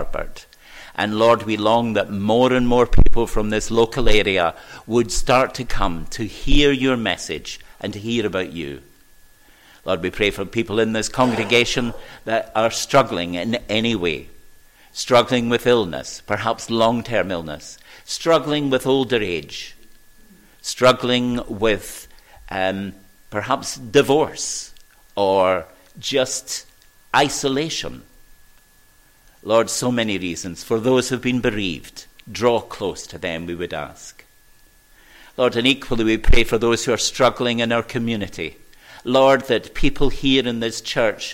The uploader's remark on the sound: recorded at North Harris Free Church on the morning of Sunday 24th July 2022